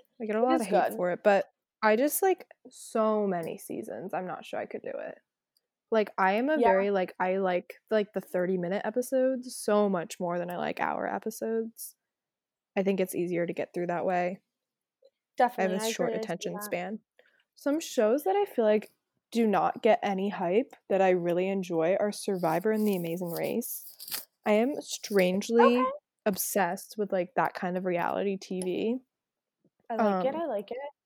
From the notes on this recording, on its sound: Due to unfortunate circumstances, we are unable to be together to record so we did our best to link up using a program to record from different locations. We apologize for any audio delays or issues.